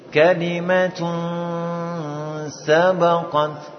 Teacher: posisi lisan kita pada makhrajnya huruf sin, ya, yaitu ujung lidah dengan gigi bawah · Term: ikhfa